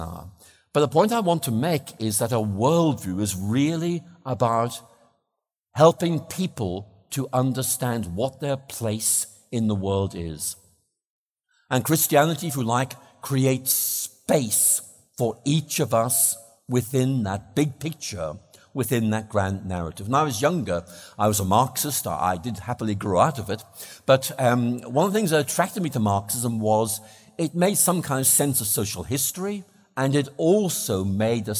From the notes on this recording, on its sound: plenary talk on Friday evening 20th October at The Veritas Conference 2023, Norway